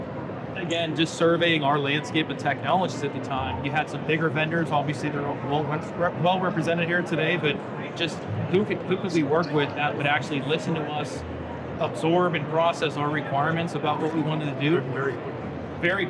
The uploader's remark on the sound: Interview in Action live from HIMSS 2023